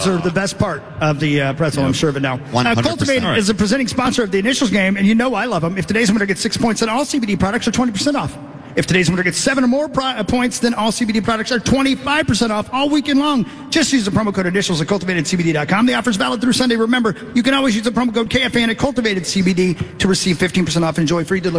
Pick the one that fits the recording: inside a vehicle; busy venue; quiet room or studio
busy venue